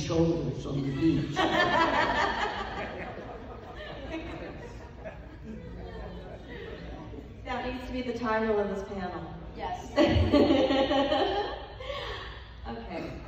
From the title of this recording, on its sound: Days of the Dead Indianapolis, July 16, 2021